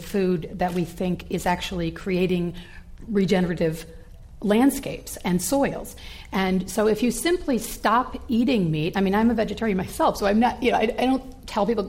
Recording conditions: live audience